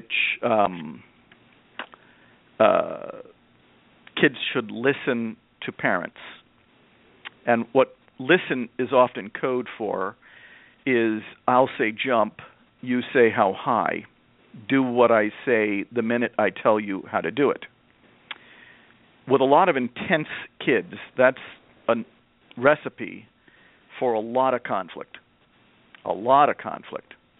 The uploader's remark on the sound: a mom who called into the program